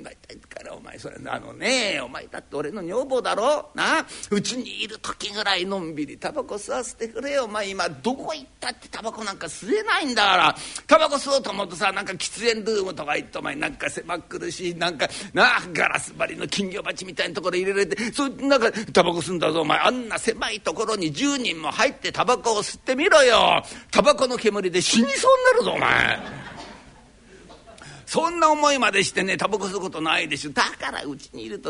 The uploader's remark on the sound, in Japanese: 築地本願寺・ブディストホールにて収録した